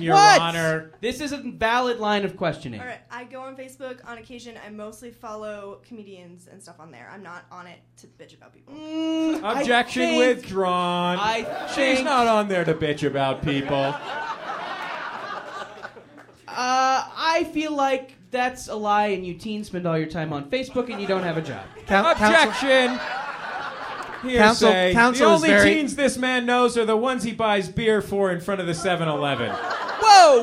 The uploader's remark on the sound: A special video episode, recorded live at MaxFunCon